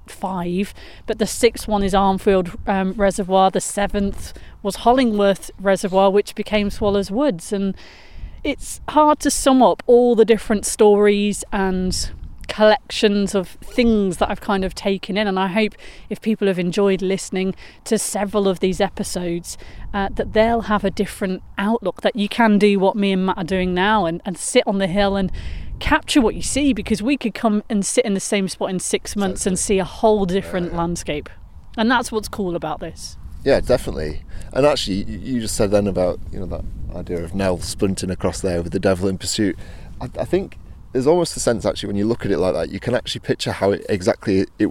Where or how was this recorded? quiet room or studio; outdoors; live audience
outdoors